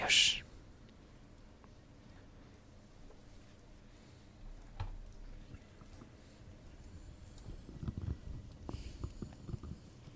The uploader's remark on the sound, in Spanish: Radio María ofrece en directo la solemne ceremonia de Te Deum de acción de gracias por el año que finaliza. Tiene lugar en la Basílica de San Pedro.